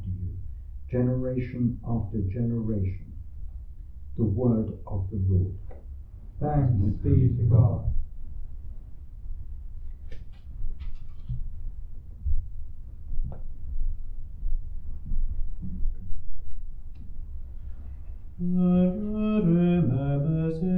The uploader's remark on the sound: Recorded live at Southgate House on 30 March 2023.